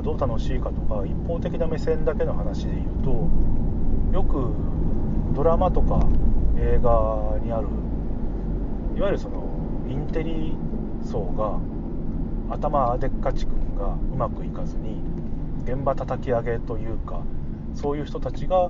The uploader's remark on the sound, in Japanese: 車の中で収録